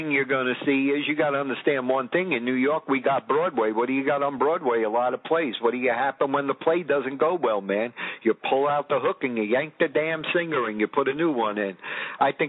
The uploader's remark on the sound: On the telephone. He doesn't have a computer or cell phone. Analog at it's finest.